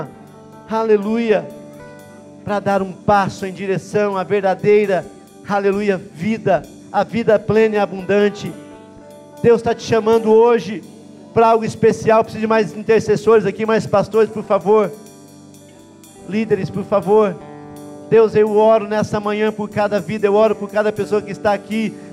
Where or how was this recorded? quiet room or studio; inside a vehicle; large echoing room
large echoing room